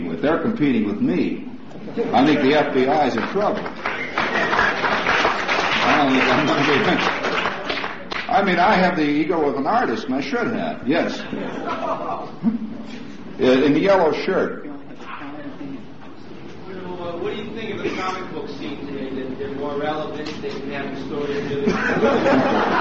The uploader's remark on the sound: 1971 Press Conference.